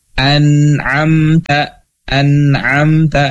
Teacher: nunnya harus jelas dan tidak ditahan · Term: izhar haki